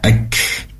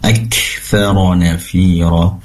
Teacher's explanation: Dan kafnya pastikan keluar nafas atau udara. Ak, kaf ini berasal dari pangkal lidah yang bagian bawah